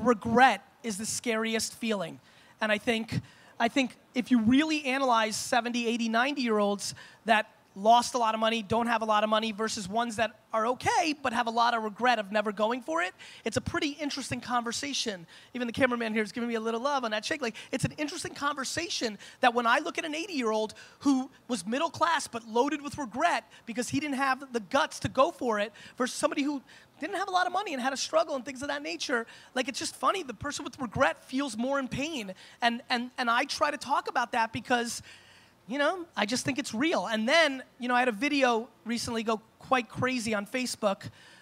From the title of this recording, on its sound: Propeller Fest Keynote 2016